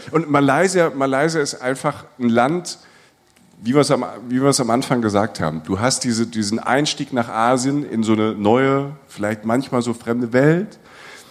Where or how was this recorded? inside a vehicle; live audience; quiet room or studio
live audience